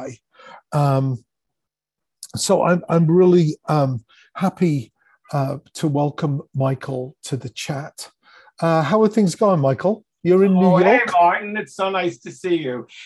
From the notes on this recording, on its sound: live at last year's indie101 music conference (online)